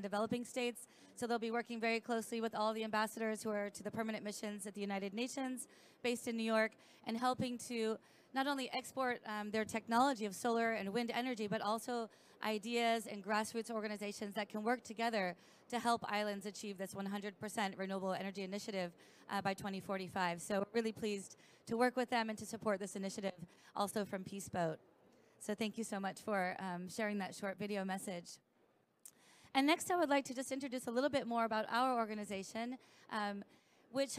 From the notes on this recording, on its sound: Earth Day Live From COP26.